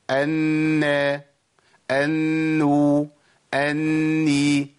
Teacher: الحركة ما فيهاش غنة، الغنة في النون، أول ما أخرج من النون وأخش على الحركة خلاص ما فيش عندي غنة.